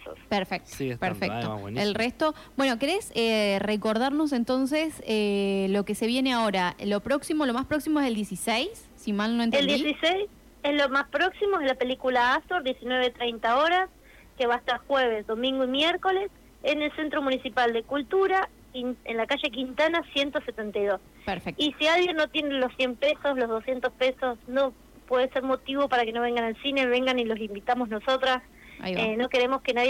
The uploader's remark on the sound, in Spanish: En comunicación telefónica con CTNR.